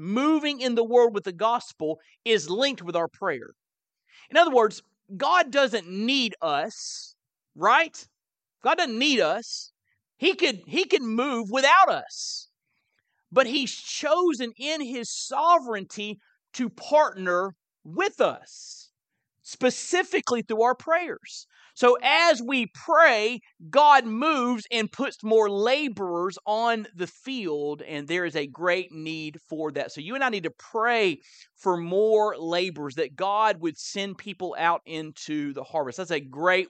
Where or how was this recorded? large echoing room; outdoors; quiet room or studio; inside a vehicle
large echoing room